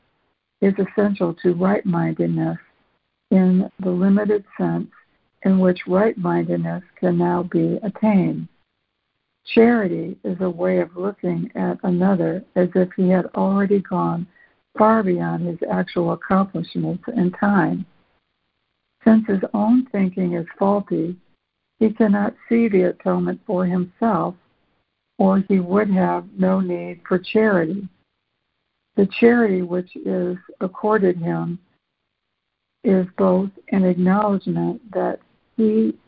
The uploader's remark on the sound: ACIM Daily Conference Call.